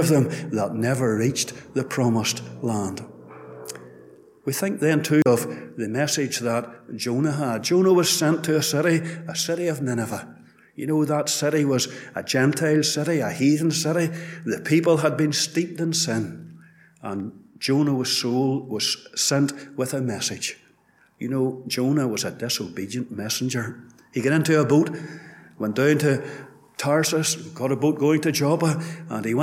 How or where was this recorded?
large echoing room